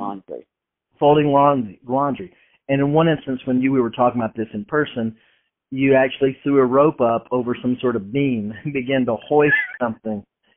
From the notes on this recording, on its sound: record their phone calls to make each other laugh